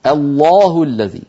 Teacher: كل القبائل العربية بإجماع تفخم اللام من لفظ الجلالة